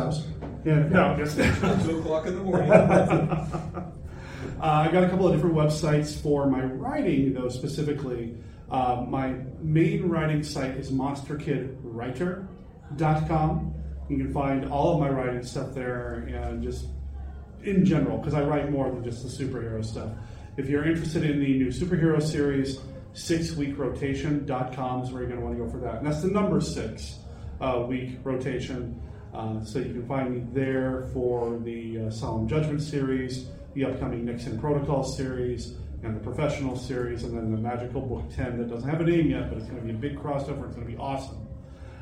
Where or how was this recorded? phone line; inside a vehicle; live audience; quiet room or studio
live audience